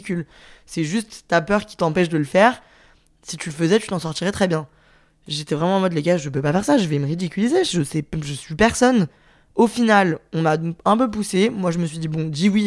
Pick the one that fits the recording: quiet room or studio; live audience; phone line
quiet room or studio